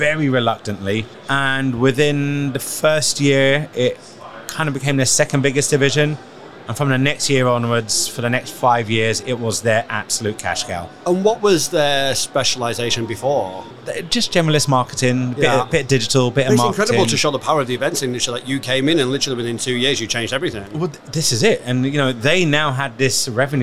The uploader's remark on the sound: Live from SES